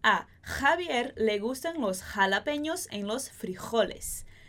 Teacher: Ou se a gente vai fazer esse J mais forte na garganta